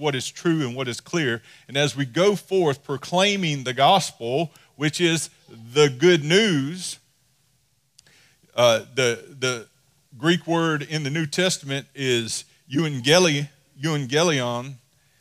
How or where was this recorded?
large echoing room